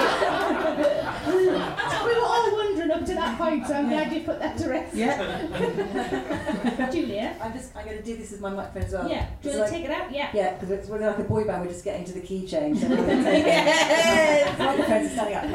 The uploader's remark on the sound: Recorded at Hen & Chickens, London, on September 19, 2017.